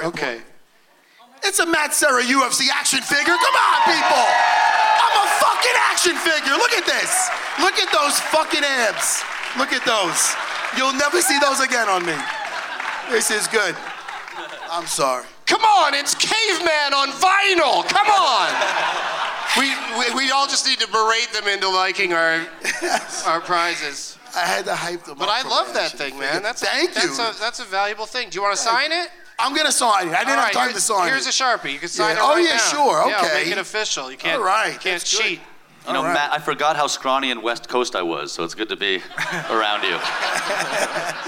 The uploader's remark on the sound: Live from the Gramercy Theatre in New York City